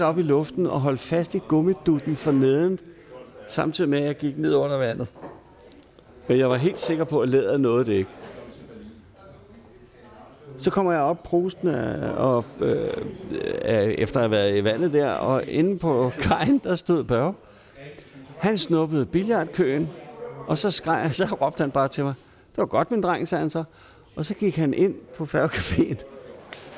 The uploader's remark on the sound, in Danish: Optaget på Fingerbøllet, Christianshavn.